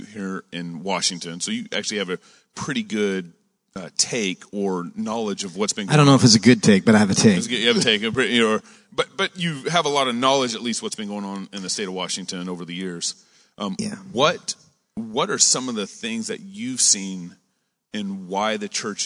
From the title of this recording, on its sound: Live at Trinity Church’s Conference